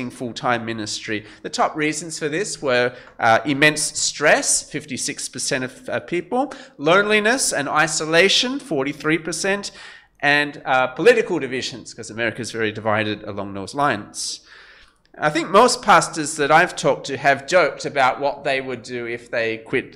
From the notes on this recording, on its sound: This sermon was preached at Covenant Grace Church, Penang